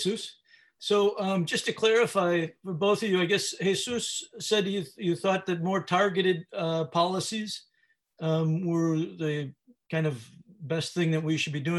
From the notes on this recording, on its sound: This webinar was live-streamed and recorded on May 5, 2020.